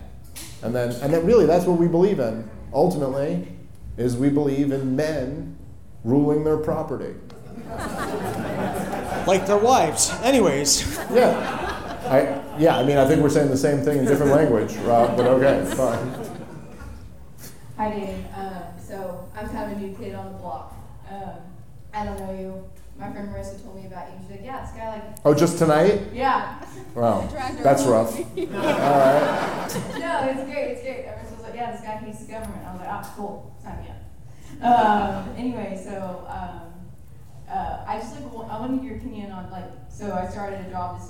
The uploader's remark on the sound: Live From Houston! The guys take question from the audience!